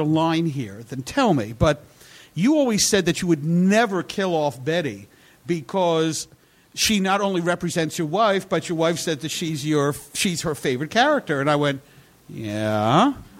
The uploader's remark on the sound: Live from NY! Recorded at 61Local in Brooklyn on October 1, 2012.